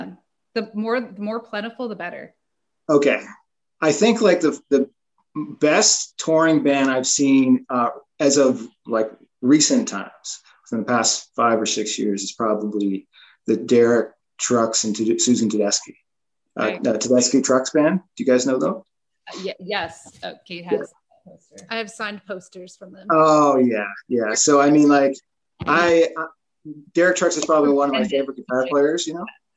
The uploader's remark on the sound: joins us via zoom